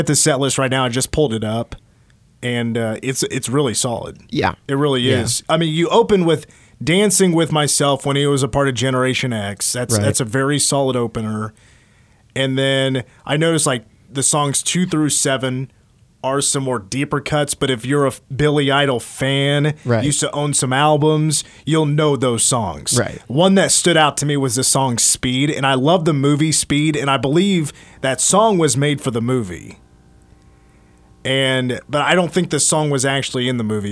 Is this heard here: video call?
no